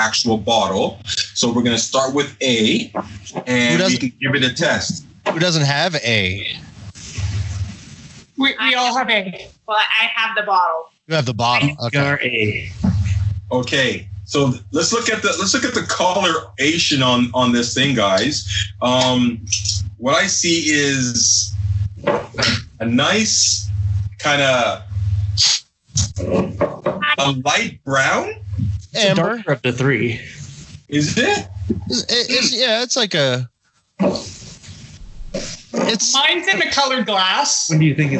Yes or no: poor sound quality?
yes